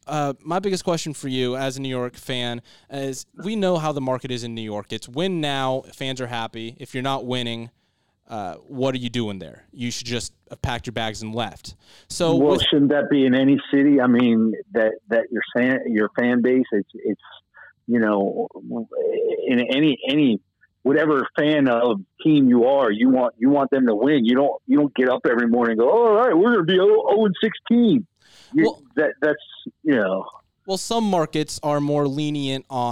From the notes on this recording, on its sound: We also have our first guest call in on the podcast!